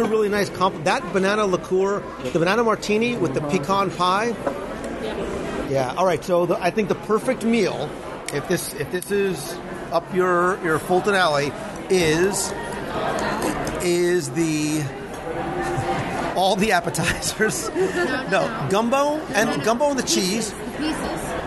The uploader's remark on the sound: Join me at the dinner table this week for a live review of Boatwright’s Dining Hall at Disney’s Port Orleans Riverside Resort.